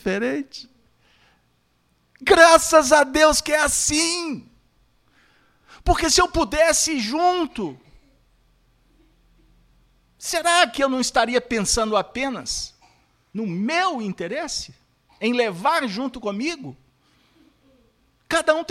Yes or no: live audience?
yes